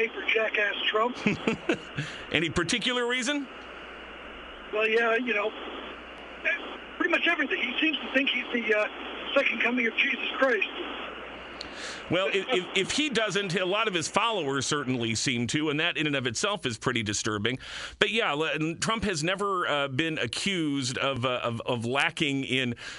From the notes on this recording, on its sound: listeners call